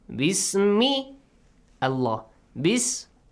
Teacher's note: if that's a kasra, you pronounce the word Allah with an light sound.